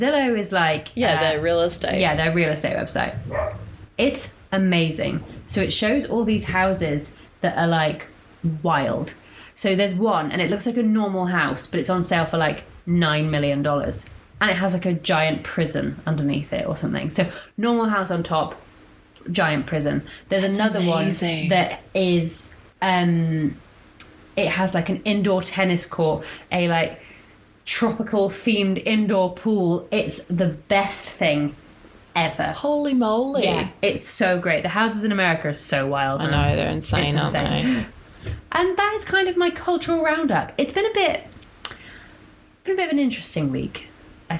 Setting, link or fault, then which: fault, sounds in the background